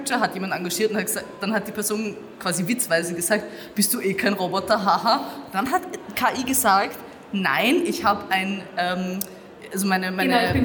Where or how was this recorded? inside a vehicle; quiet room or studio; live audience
live audience